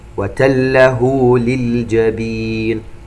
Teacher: هذه الهاء المضمومة مد صلة صغرى يمد بمقدار حركتين